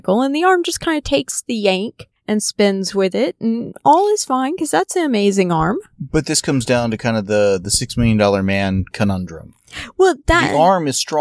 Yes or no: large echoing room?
no